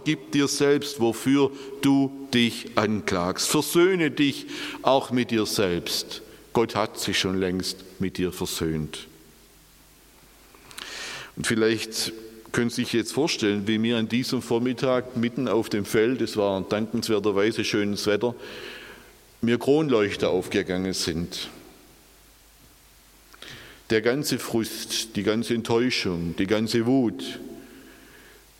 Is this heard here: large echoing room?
yes